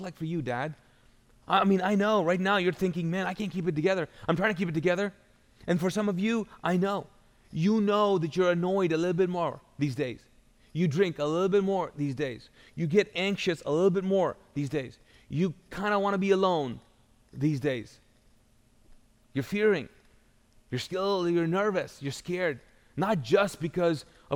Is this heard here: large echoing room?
yes